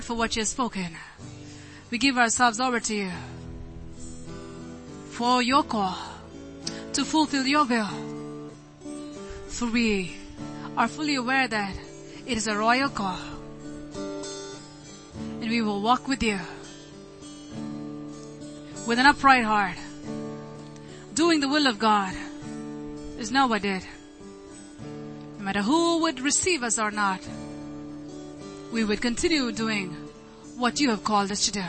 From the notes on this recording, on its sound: ELBIM Church Sunday Livestream.